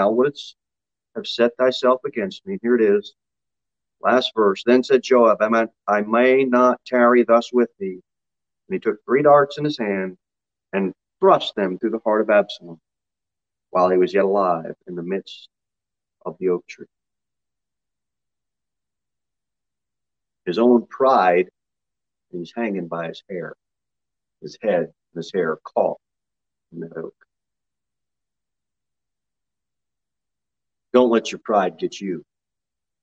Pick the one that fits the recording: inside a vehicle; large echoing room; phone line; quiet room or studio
large echoing room